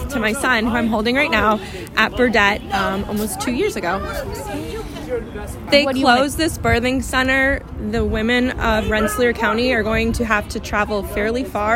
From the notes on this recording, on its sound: Protests Outside St. Peter's Fundraiser. Recorded at the protest.